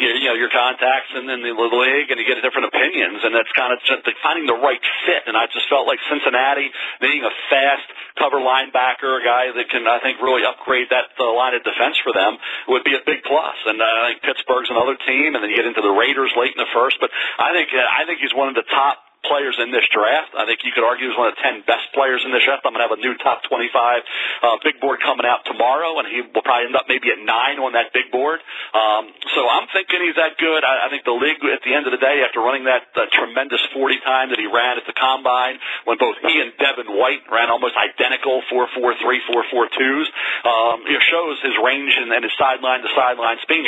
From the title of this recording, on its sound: NFL Draft Conference Call